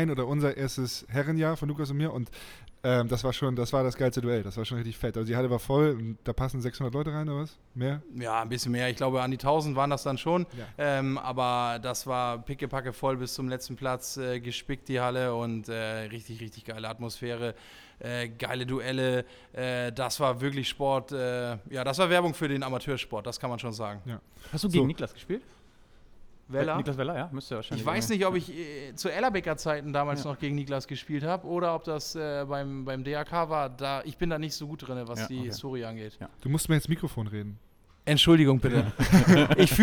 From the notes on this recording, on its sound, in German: Live-Podcast aus dem Electra Store in Hamburg. Das war das Setting des ersten "Anruf in Anwesenheit" Live-Podcasts.